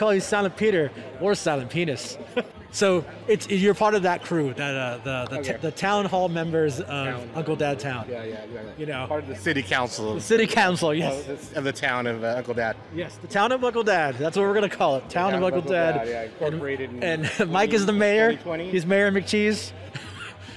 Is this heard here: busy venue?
yes